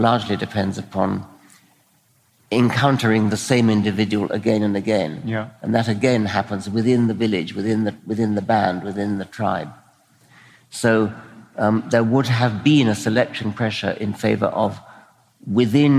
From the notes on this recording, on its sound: recorded at the Orpheum Theatre in Vancouver on November 2, 2017